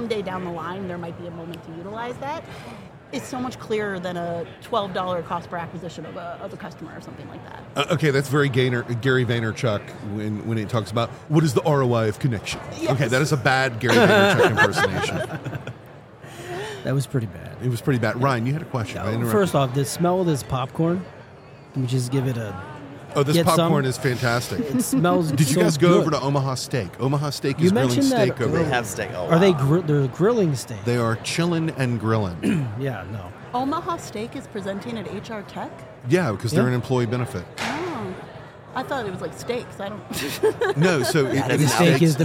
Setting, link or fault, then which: setting, busy venue